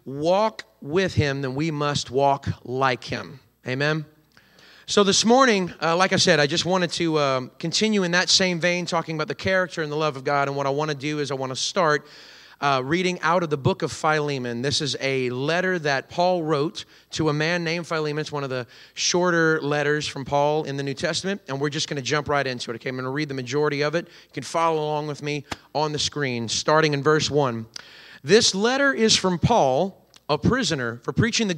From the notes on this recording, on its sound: recorded on Sunday, October 1st, 2023, during service at The Anchor Church in Rockport, Maine.